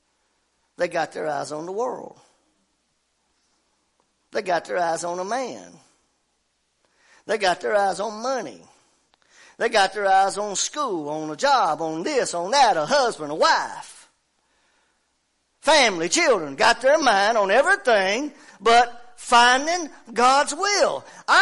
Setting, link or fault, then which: setting, large echoing room